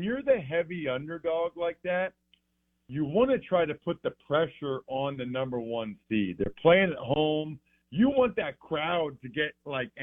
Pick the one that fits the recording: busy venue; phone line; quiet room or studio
phone line